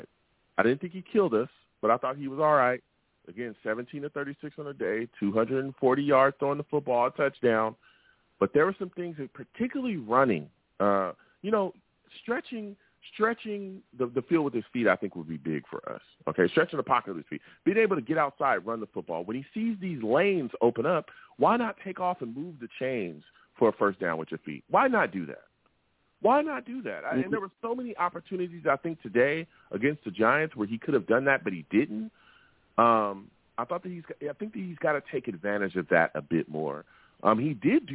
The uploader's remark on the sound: I take live callers!